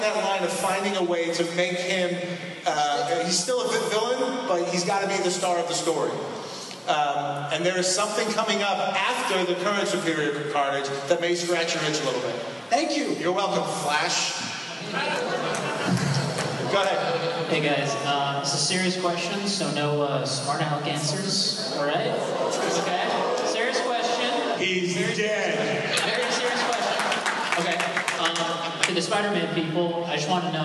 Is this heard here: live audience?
yes